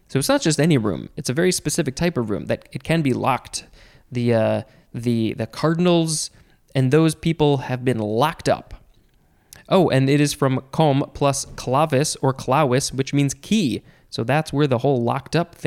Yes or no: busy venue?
no